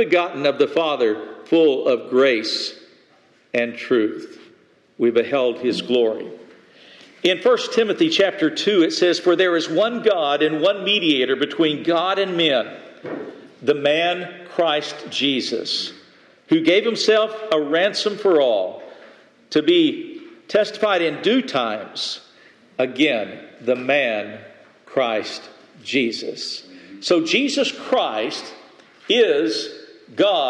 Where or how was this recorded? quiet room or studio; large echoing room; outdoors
large echoing room